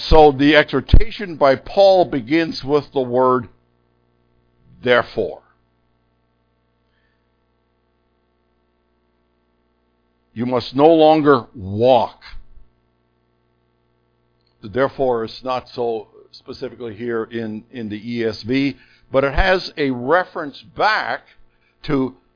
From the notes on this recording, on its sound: Unfortunately most of the sermon is lost due to microphone issues.